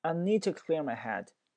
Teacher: 这个 to 呢我们略读成 t，而且那个 need 那个 d 结尾我们会把这个 d 给省略掉